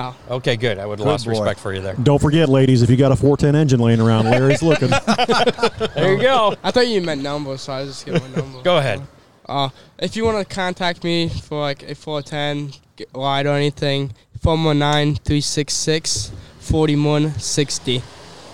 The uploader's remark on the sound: LIVE FROM BIG D's PIZZA